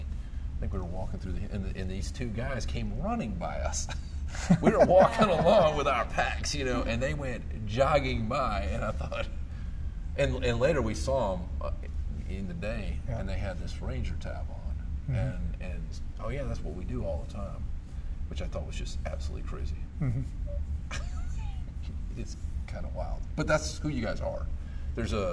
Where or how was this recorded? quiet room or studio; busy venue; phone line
busy venue